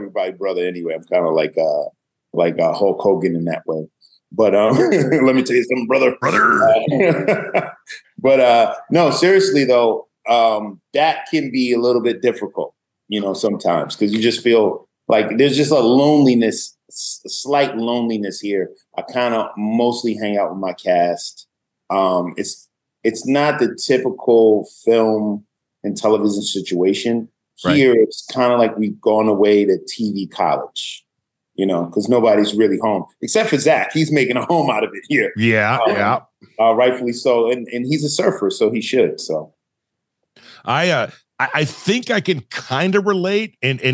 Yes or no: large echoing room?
no